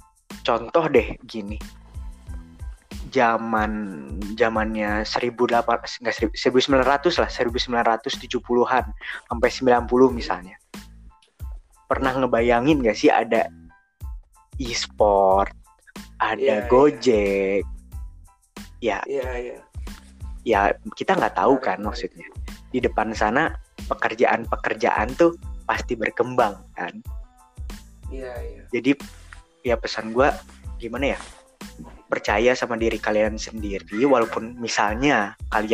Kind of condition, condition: fault, drop-outs